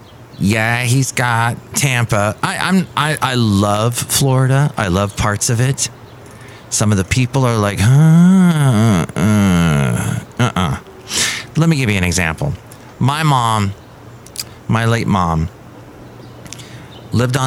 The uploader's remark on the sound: podcasts live from Café Anyway